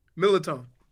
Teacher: Don't pronounce the first R.